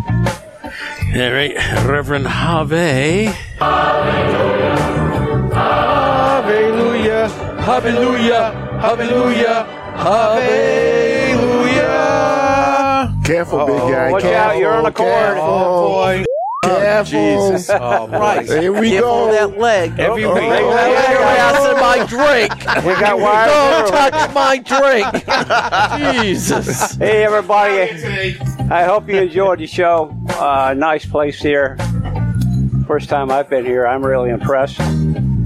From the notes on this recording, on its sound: Local Spotlight: Boston cigar Club, Charlestown, MA. Our first episode from the Boston Cigar Club.